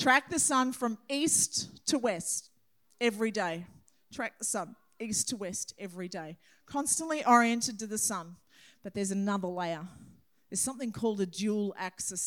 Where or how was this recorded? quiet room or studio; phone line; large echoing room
large echoing room